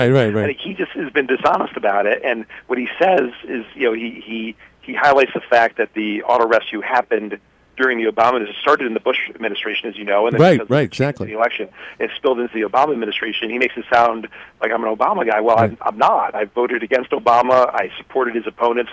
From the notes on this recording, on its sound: Called in today.